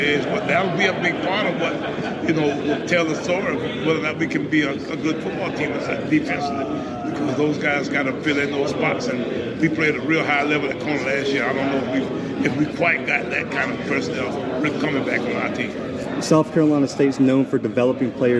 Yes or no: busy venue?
yes